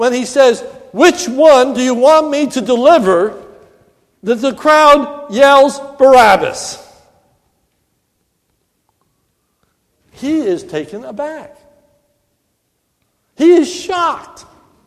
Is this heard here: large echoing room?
yes